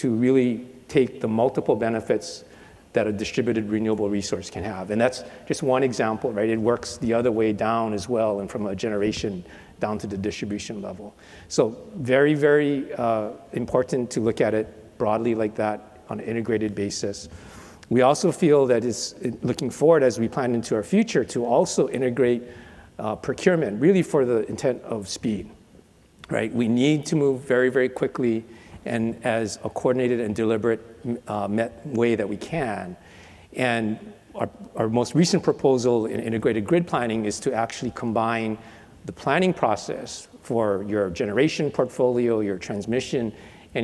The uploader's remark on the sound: The best of live interviews from GreenBiz events.